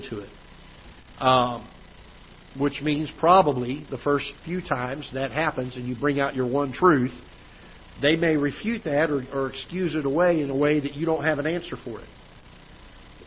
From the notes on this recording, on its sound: Ketha Heights Baptist Church ~ Live Broadcast.